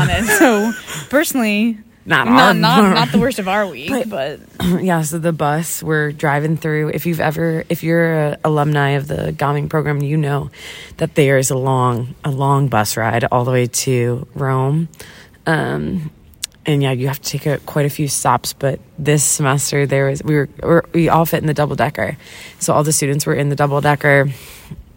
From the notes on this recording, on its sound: come to you *live* from outside San Rufino, in the beautiful city of Assisi.